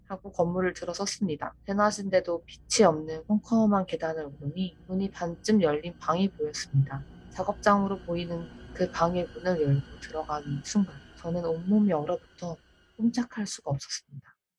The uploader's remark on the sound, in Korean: 의도한 것이 아닌, 알 수 없는 잡음이 들어있으니 청취에 유의하세요.